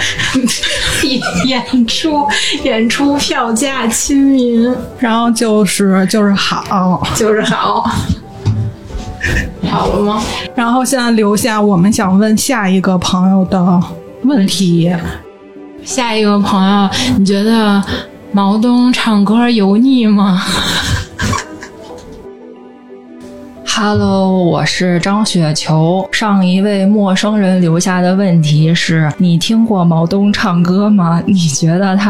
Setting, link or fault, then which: fault, background noise